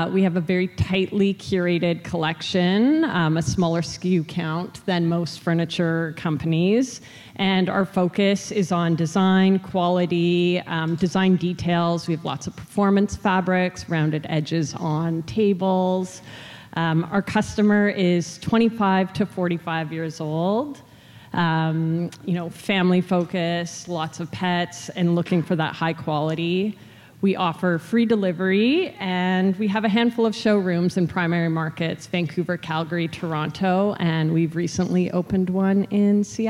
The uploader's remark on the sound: At the Retail Innovation Conference & Expo (RICE). We go back to a panel of marketing leaders.